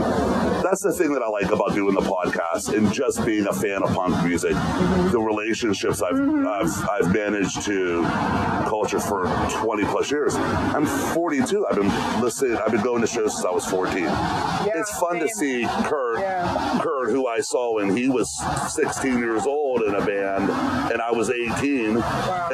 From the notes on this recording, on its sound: Live at Mom’s Basement Fest. Rare live interview.